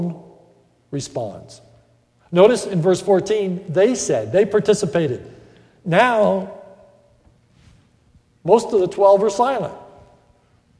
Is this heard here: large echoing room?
yes